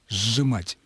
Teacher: Если мы произносим правильно, то у нас между С и Ж, между этими звуками, не оказывается никакой паузы. А «с» и «ж» при слитном произнесении сливаются. Когда мы произносим слово «сжимать», у нас звучит вначале не «с», «ж», а «ж», долгий «ж», «сжимать».